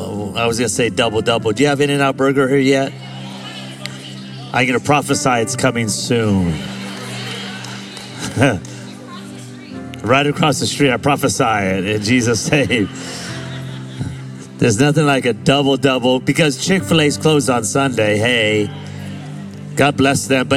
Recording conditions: live audience